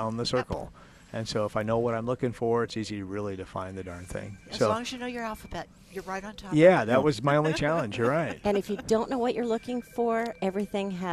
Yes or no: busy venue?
yes